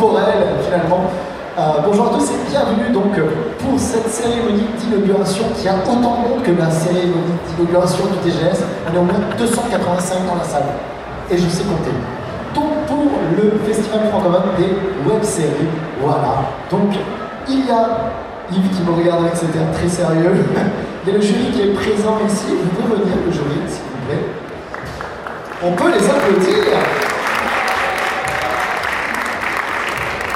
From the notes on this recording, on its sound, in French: On continue avec les enregistrements effectués lors de la dernière édition du TGS, avec cette fois ci l'inauguration du FFW !